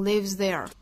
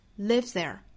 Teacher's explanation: 正常来说，这两个词之间，也就是 lives 尾部这个 z 的发音不会拖得过长啊 · Shown in: second take